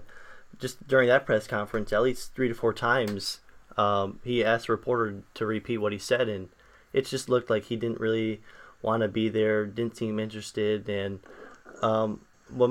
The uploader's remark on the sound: We had some audio issues throughout the show so we apologize!